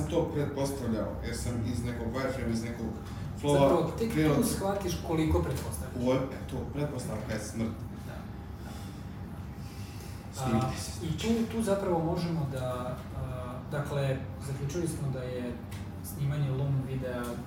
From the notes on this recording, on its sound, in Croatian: Panel diskusija u Sarajevu. Kompaniji Hulksapps u čijem smo prostoru bili i svima u publici. Audio oprema nam je zakazala u sred govorancije, tako da je zvučni zapis sa kamere.